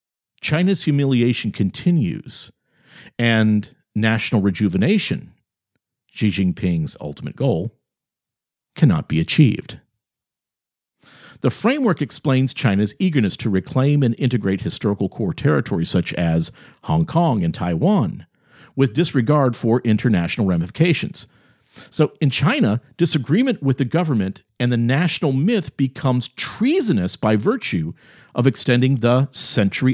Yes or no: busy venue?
no